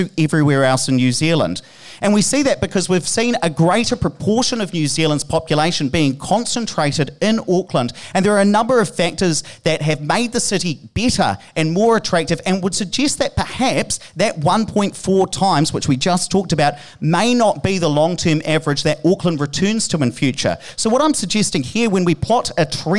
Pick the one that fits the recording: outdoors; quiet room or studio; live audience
live audience